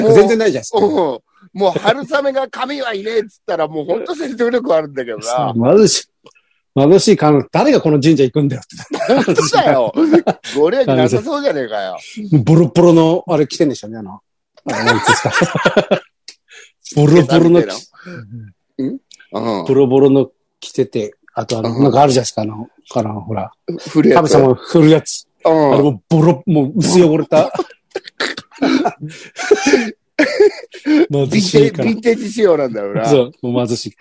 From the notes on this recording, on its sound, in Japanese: ZOOMで収録。